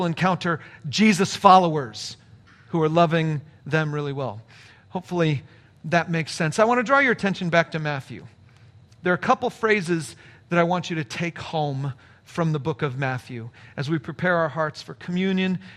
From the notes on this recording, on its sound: a live Q & A session